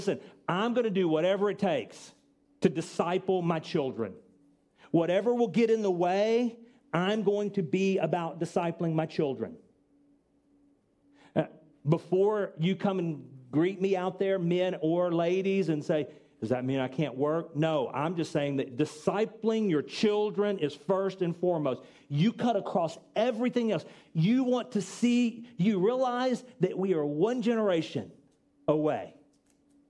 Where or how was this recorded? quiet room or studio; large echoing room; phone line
large echoing room